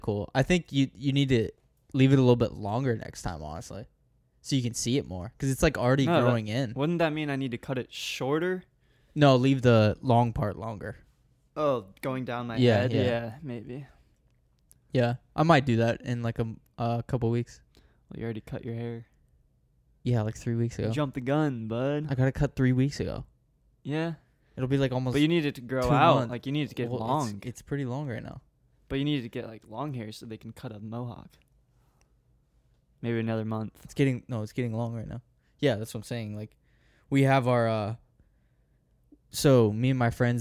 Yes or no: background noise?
no